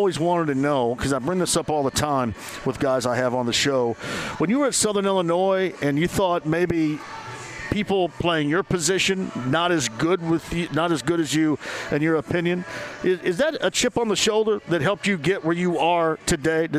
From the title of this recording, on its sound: Live From Victory Field!